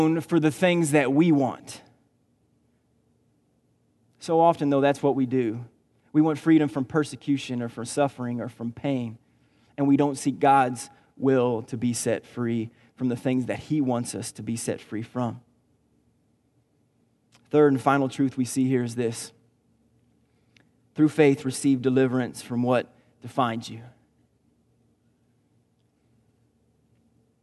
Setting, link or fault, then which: setting, large echoing room